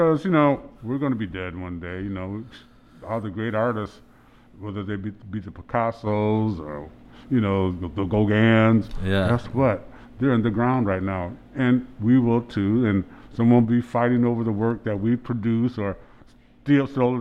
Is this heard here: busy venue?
yes